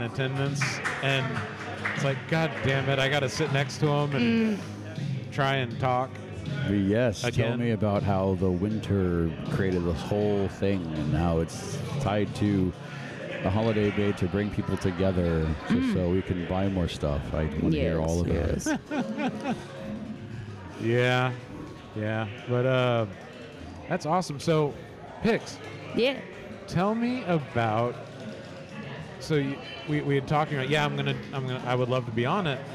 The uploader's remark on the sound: live from the floor of Free Play Denton